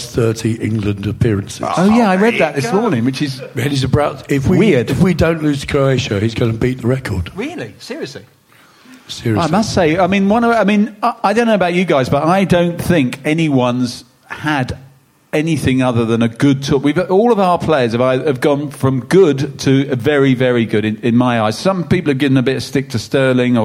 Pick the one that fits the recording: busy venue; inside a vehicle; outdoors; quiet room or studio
busy venue